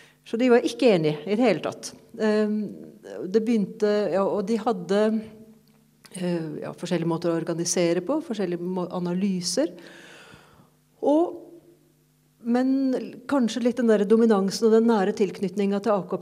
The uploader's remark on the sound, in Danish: Live fra Biblioteket